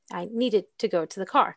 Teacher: But when we say a sentence like, I needed to go to the car, we usually put the intonation in the syllable of needed, and it's the most important word in the sentence